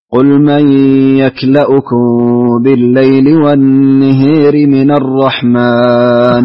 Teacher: النهار فيها إمالة لأبي عمرو ودور الكسائي